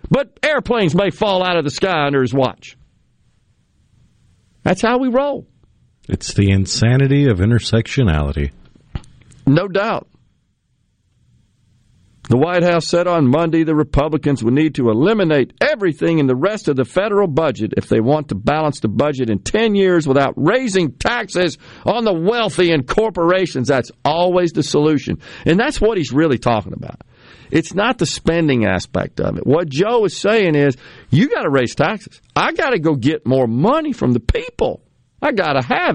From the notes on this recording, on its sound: Joins the conversation by phone. Joins the discussion by video.